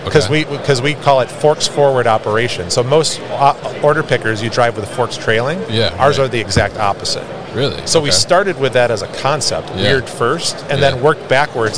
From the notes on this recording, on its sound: Big Joe Lift Trucks at MODEX 2022